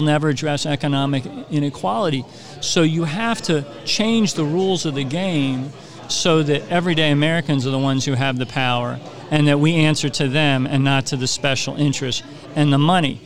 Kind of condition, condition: setting, busy venue